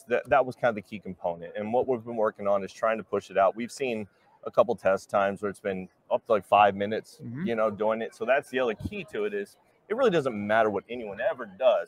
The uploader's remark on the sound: Fleet Safety Geeks Live From NAFA 2023